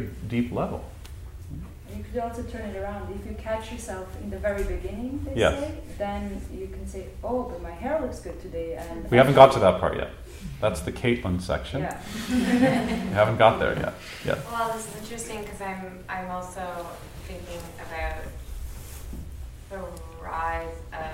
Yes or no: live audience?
yes